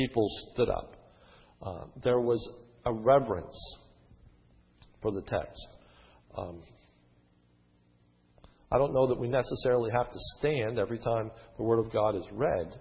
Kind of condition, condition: setting, large echoing room